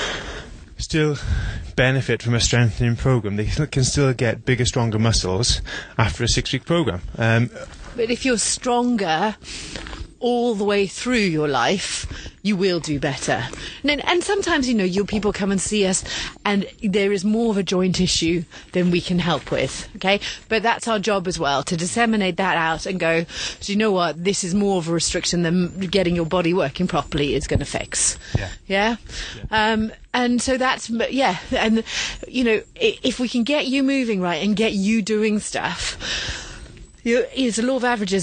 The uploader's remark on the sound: while walking through the Monmouthshire countryside